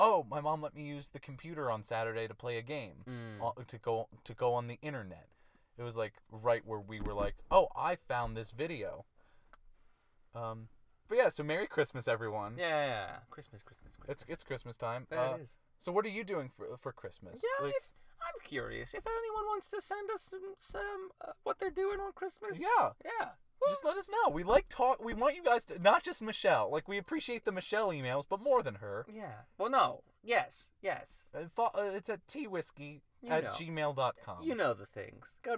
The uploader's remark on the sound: Christmas Carcast